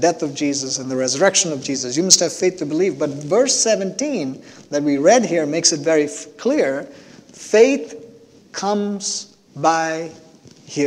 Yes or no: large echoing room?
yes